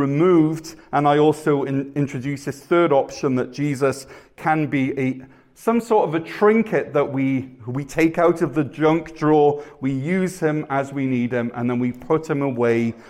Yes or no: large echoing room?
yes